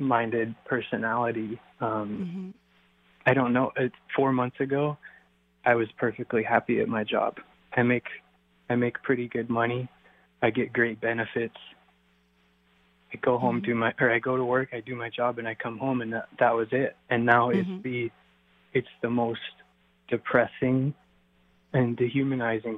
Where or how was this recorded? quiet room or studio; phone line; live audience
phone line